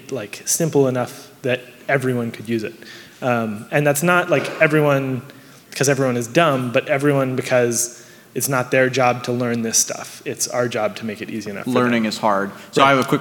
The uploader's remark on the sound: Last month, I put on a suit and headed to San Francisco for the Future of Digital Currency and Blockchain conference. The second panel I moderated at the event. This episode was minimally edited.